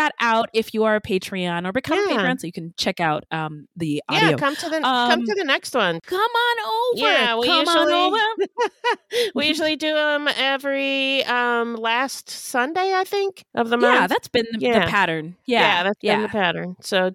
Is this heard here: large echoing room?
no